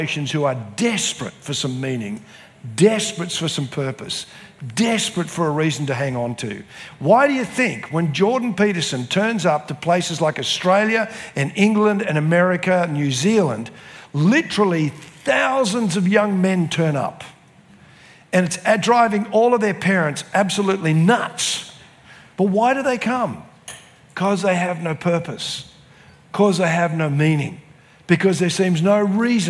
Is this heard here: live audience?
yes